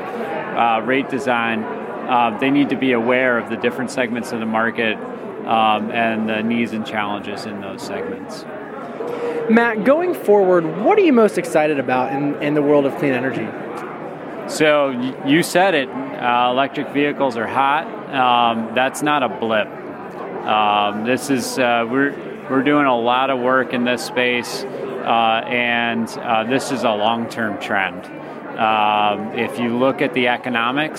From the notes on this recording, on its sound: In this episode, we are live at Advanced Energy Economy's first annual Eastern Regional energy policy conference -- Advanced Energy Now | East. Recorded at the Greater Richmond Convention Center in Richmond, Virginia and sponsored by Advanced Energy Economy.